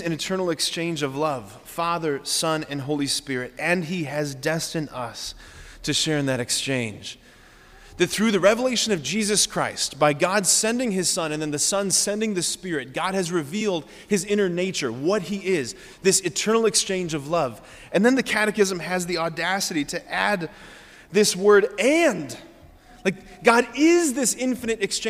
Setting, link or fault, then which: setting, large echoing room